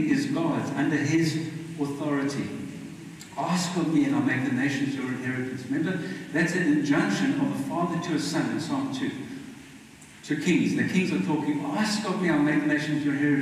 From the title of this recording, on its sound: Poor Audio